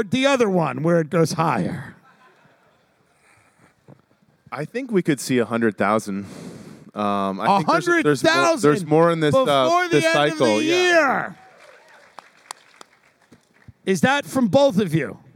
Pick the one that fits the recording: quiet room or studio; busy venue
busy venue